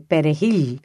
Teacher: The Haitian, because he speaks Creole, would pronounce it perejil, would not trill the R